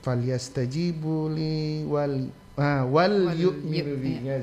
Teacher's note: Lam sukun jangan sampai tidak lagi terbaca saat dilewati.